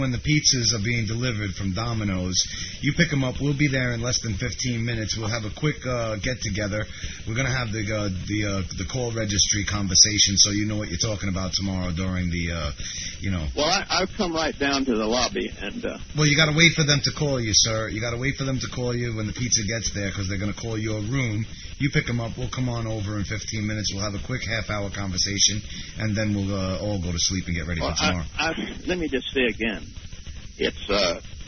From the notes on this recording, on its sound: Prank Phone Calls. Original Telemarketers Conference.